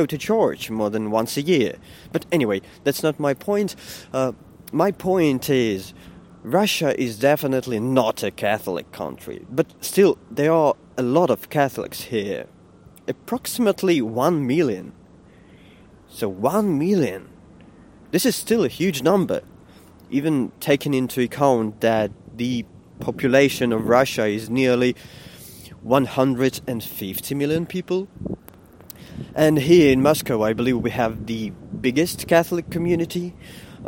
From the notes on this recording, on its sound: I am walking to my office and talking